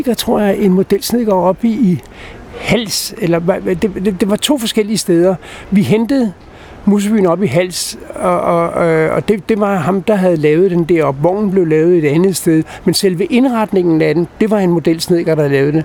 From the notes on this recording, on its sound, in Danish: Optaget på Nimb Bar, Tivoli, København.